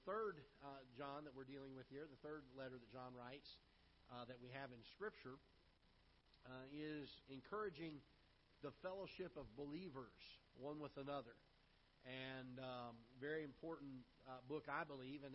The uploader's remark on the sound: Ketha Heights Baptist Church ~ Live Broadcast.